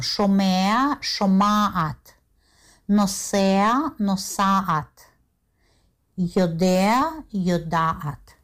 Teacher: Гласный а, потому что гортанные согласные, они ведь произносились очень глубоко в гортане.